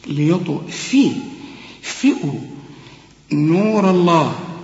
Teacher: وعندك الطاء زي الدال اللي عليها السكون لازم برضو تقلقل، ليطو. في الفاء هنا رقيقة وتكون أكثر رقة إذا كانت زي دي مكسورة